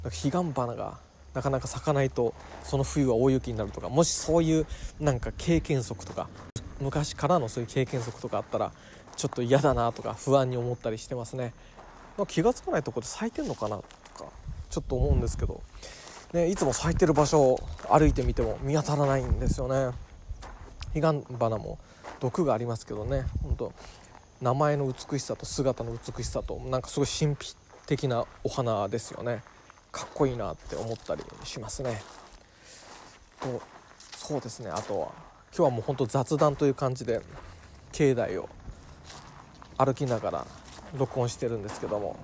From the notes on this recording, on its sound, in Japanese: 境内おさんぽトーク。境内を歩きながらお話いたします。